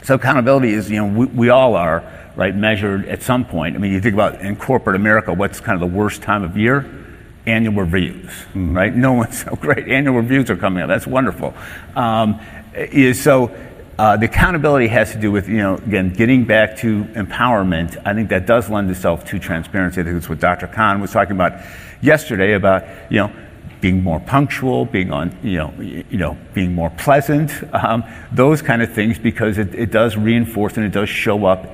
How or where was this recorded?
live audience